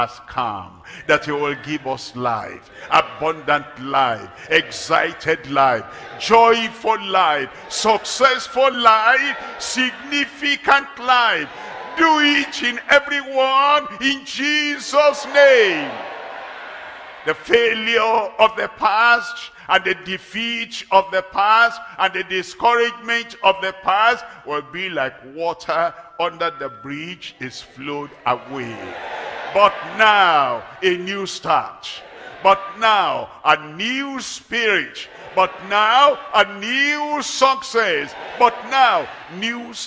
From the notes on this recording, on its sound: live at Ogbomosho, Nigeria